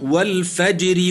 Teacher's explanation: في قوله مثلا والفجر وليال، نعم، الراء في الفجر مكسورة طرفا حالة الوصل وقبلها ساكن صحيح وهو الجيم ترقق